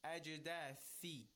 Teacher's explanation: tha is recited with a tongue in between your teeth